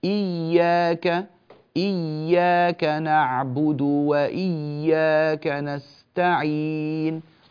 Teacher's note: تشديد الياء من إياك والعناية بذلك